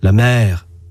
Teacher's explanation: Mais il peut y avoir des variations sur la prononciation. La voyelle peut s'allonger.